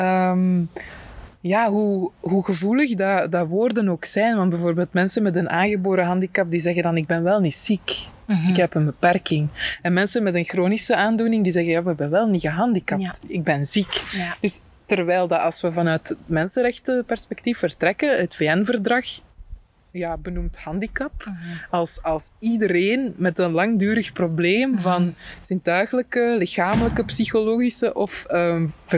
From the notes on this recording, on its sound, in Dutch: Guislain museum ging ik een tijdje geleden in gesprek. De wind saboteert hier en daar een beetje de opname.